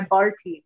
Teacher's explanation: Arabic there is no P sound, puh. So they would approximate with B.